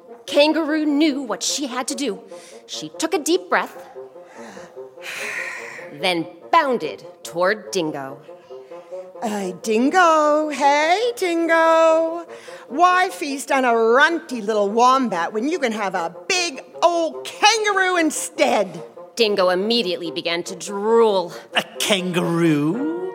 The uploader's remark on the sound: Recorded live with musicians from the … as part of our 2019 summer pop-up series